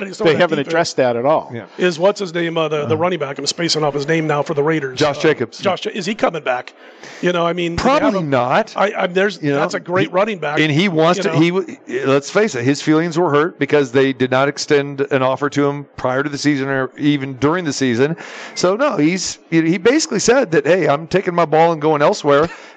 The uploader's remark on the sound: Live from the Superbook at the Westgate Las Vegas.